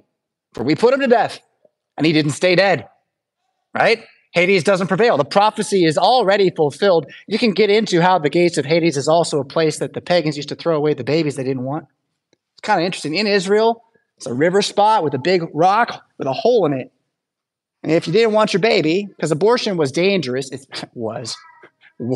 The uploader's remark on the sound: Preached at St Paul Lutheran Church , Rockford, Illinois on Sunday, March 3rd, 2024.